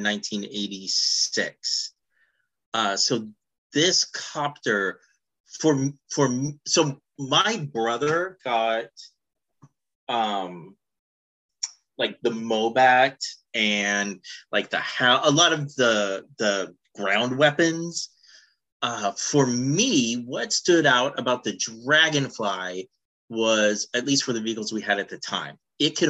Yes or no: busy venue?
no